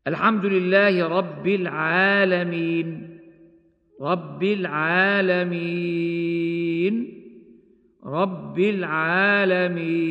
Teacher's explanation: العارض للسكون المنصوب أي الذي آخره فتح، فيه ثلاثة أوجه: هي المد بمقدار حركتين بالسكون المجرد، أو بمقدار أربع حركات، أو بمقدار ست حركات · Term: المد العارض للسكون